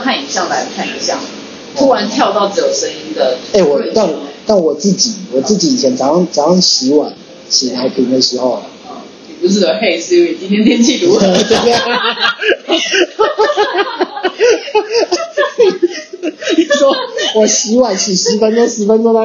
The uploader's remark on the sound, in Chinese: 麥克風測試，慎入！因為聽說ipadpro有媲美錄音室等級的麥克風。聲音有點砸，還有電動門的聲音。這音質有待進步。